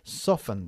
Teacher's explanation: Primero la T de soft no se pronuncia ahí.